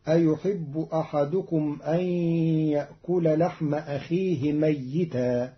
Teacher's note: قرأ قالون كلمة ميتا بتشديد الياء فتصير أيحب أحدكم أن يأكل لحم أخيه ميتا.